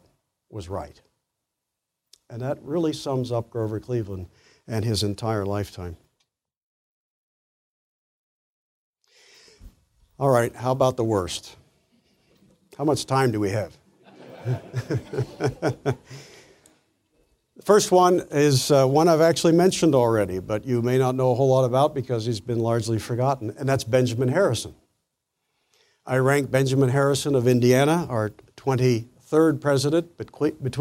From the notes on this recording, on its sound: presentation was delivered as part of the 2014 Acton Lecture Series